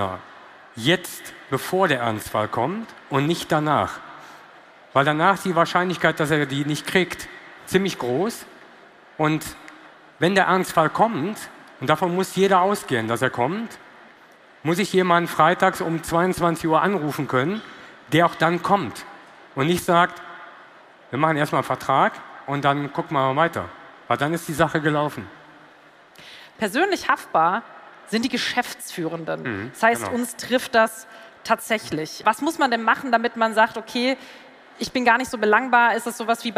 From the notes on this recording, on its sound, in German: Diese Bonusfolge ist ein Mitschnitt des Panels. Auf der Vodafone Red Stage der OMR. In Hamburg.